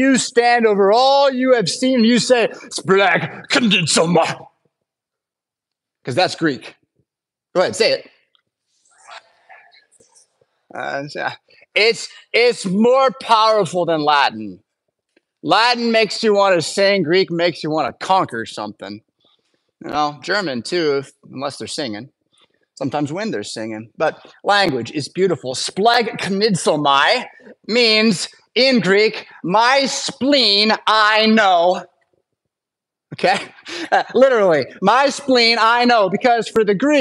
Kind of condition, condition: setting, large echoing room